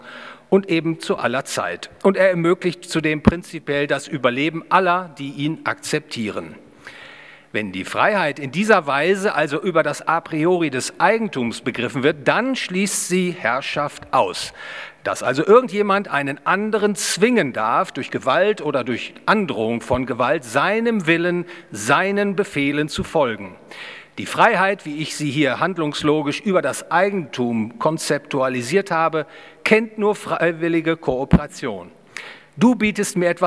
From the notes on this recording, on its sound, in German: Gehalten auf der Ludwig von Mises Institut Deutschland Jubiläumskonferenz 2022 (10 Jahre). Im Bayerischen Hof in München.